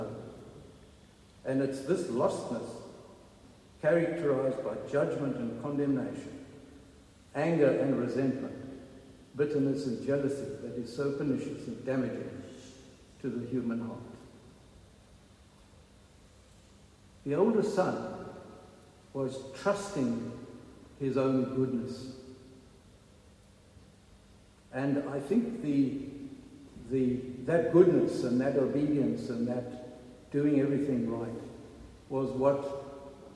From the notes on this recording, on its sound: Recorded at the 9:30am service on Sunday 21st May 2023